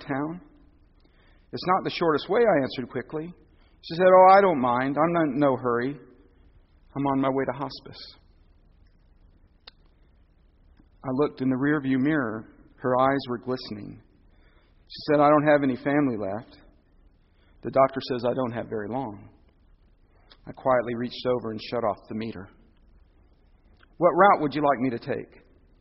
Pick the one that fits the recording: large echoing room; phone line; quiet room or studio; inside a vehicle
large echoing room